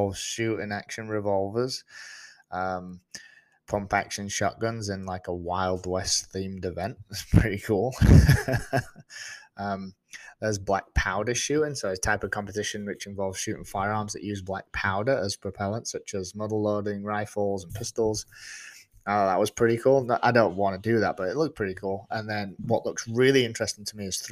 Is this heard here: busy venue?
no